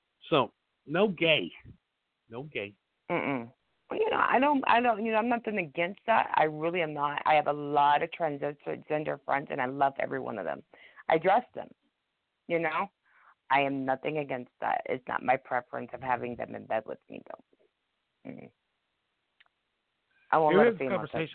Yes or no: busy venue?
no